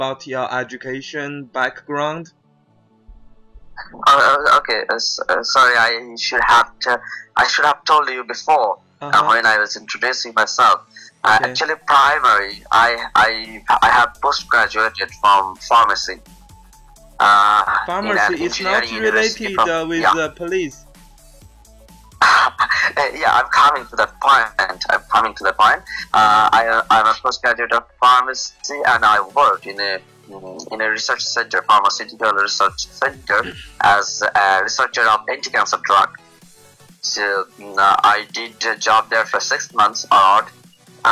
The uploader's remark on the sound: the skype voice quality is not so good in this case